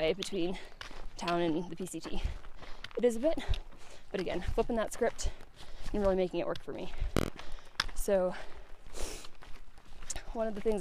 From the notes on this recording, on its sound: Decided to do a solo pod while hiking!